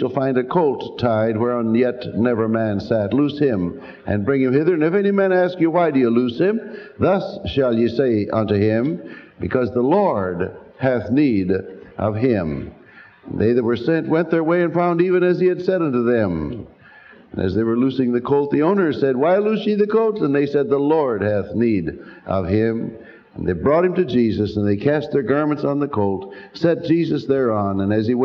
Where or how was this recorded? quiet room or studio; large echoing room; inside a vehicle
large echoing room